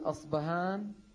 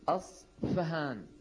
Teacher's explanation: باعتبار أن الحرف الذي فيها مهموس بعضهم يقول أصبهان وبعضهم شو يقول أصفهان، فأصبهان وأصفهان نفس البلد، الأصفهاني نفس الحرف، البلد اسمه أصفهان، أصفهان تلاقي فهان بلفظ باء مهموسة.